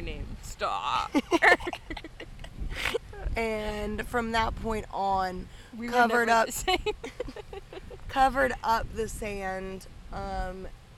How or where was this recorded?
outdoors